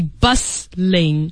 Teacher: you don't really pronounce the T in the word, you say bustling